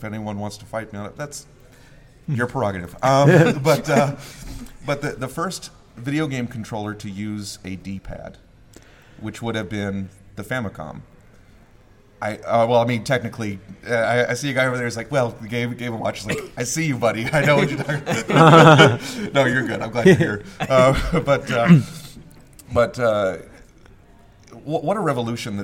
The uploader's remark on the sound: LIVE from Nickel City Con 2018 in Buffalo, NY, it's the Memory Machine's first live podcast recording